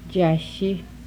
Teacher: Voiced palatal alveolar fricative